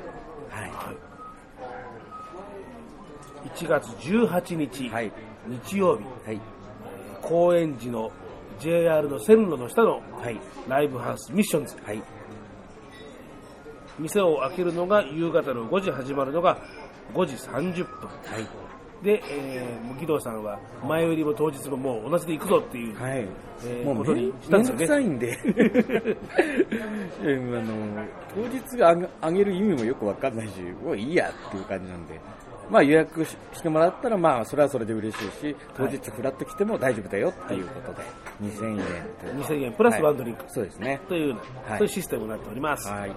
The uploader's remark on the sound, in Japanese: ライブイベント「脳内革命」。場所／ ACOUSTIC LIVE BAR 36°5 (東京・幡ヶ谷)。